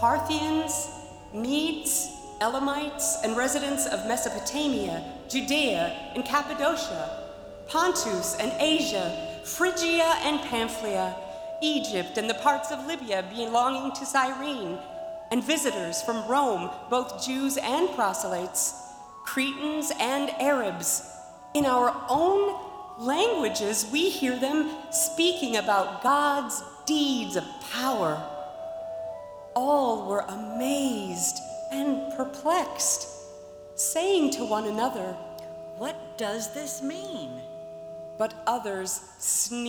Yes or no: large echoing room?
yes